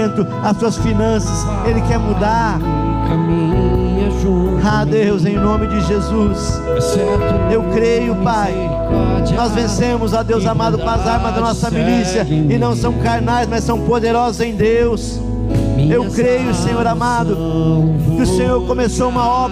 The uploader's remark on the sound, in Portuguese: na Igreja ABA Curitiba (Transmitido ao vivo)